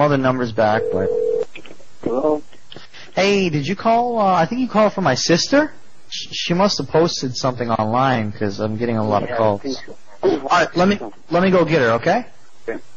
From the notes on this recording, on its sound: Prank Phone Calls